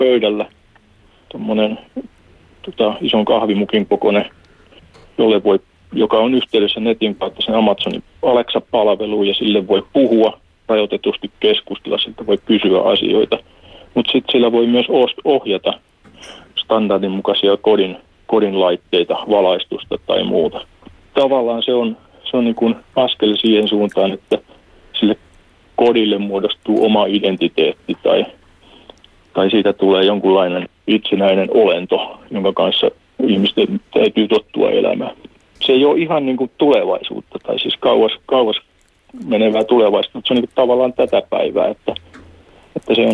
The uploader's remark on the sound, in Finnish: Puhelimessa on Tampereen teknillisen yliopiston elektroniikan ja tietoliikenteen professori.